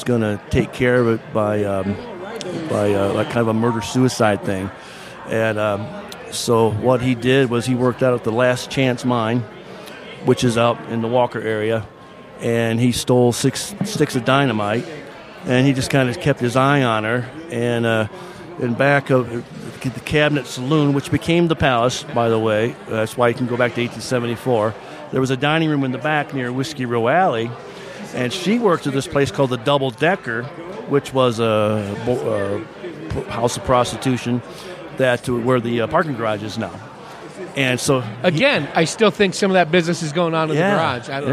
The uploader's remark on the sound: Recorded at The Palace Restaurant & Saloon. Recorded at The Palace Restaurant & Saloon.